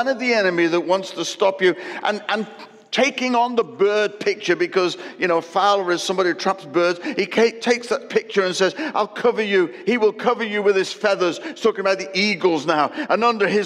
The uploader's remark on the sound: Recorded at Destiny Church, UK, WF1 4AF